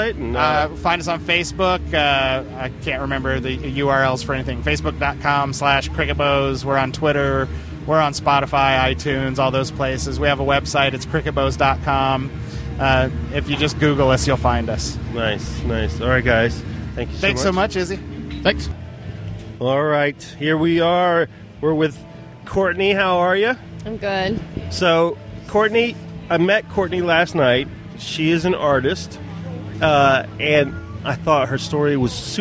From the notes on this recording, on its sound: I recorded this podcast on location at Ladyfest Dayton 2015. At the Old Yellow Cab building on 700 E 4th St, Dayton, Ohio 45402.